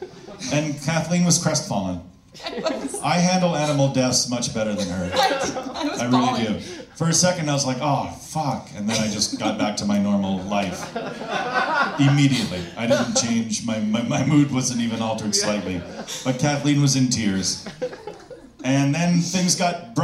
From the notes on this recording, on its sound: Take over "One Night Stand-Up" and perform for a live audience!